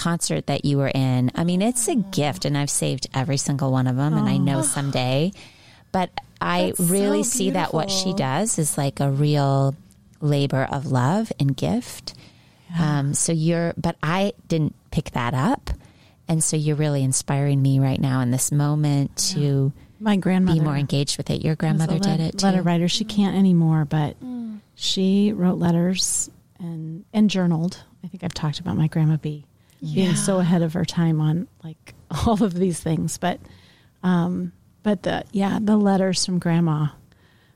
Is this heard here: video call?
no